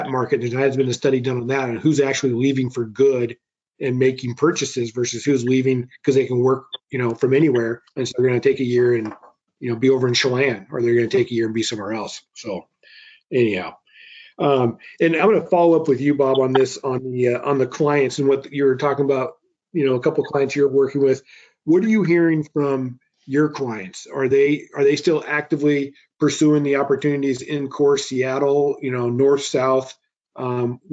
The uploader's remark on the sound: Recording of my May 18, 2021 Webinar. Webinar with NAI Puget Sound Properties.